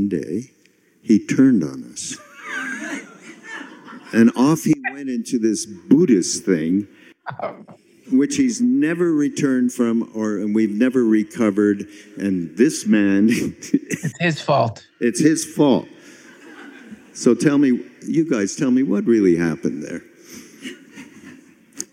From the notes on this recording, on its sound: This recording is originally from the LSRF 2022 Summer Mountain Retreat in Boone, North Carolina.